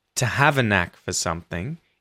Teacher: to, a, and for all get reduced and speed up the sentence, make it sound a lot more natural when you say to have a knack for something instead of to have a knack for something.